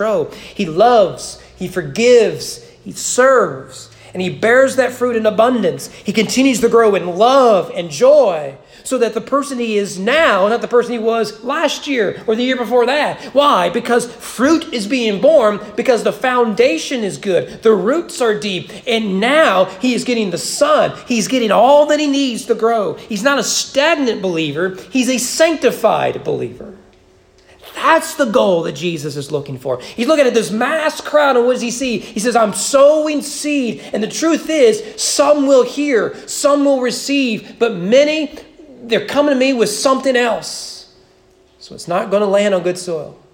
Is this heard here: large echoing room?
yes